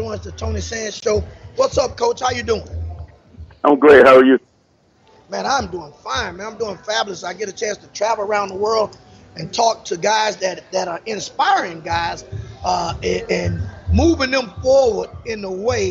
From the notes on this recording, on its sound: live from Pizza Bar in Atlanta